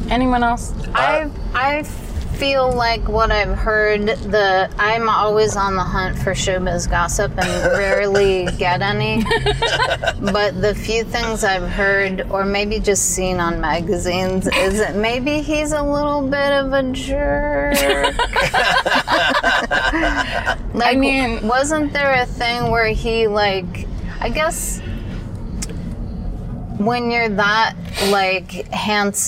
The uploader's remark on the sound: In the Car